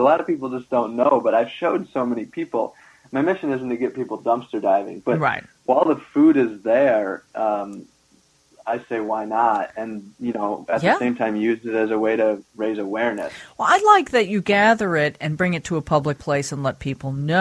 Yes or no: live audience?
no